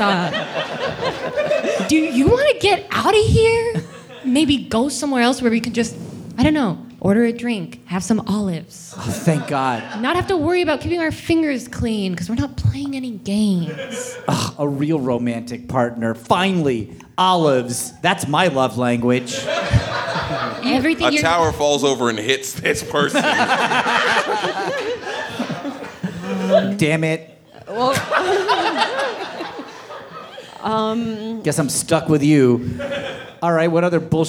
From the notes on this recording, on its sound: The Reactivaders Live show, recorded at the Yard Theater